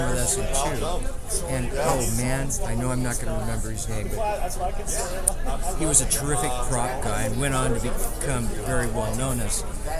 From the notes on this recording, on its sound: live from Pittsburgh's Horror Realm Con